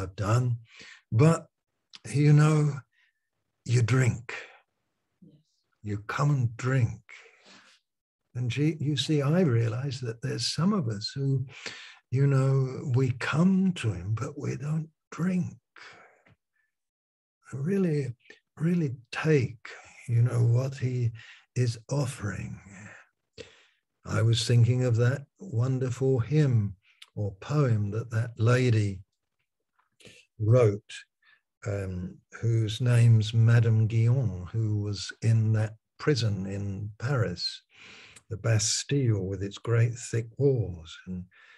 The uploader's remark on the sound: Malaysia Meets (Zoom)